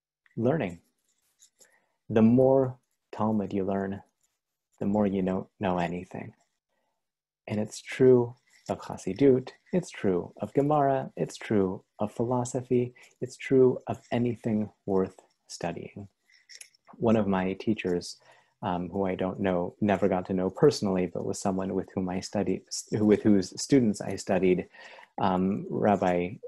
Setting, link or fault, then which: link, video call